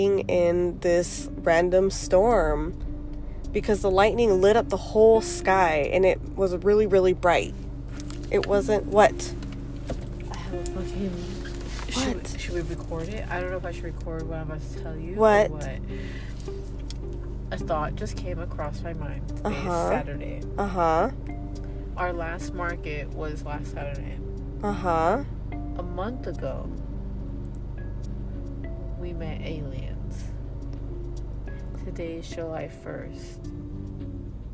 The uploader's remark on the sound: Hit record during a deep conversation in the car while going home. They have a paranormal experience live while still recording.